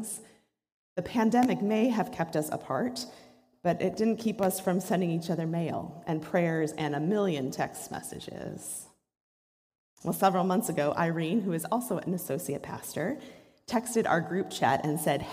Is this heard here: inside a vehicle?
no